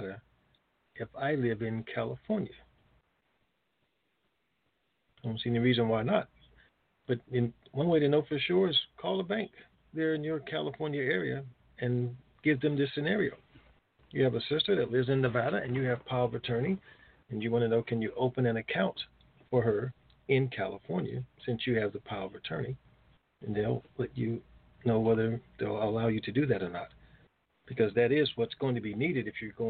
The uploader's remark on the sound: TNTSuperfantastic Conference Call.